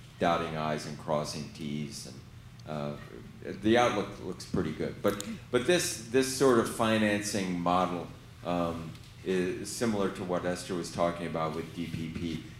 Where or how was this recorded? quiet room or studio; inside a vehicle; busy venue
busy venue